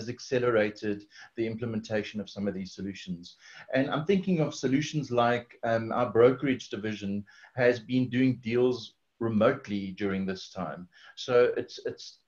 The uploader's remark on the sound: This recording is from our inaugural Africa 2020: A New Vision webinar. Where we had over 600 registered attendees participate.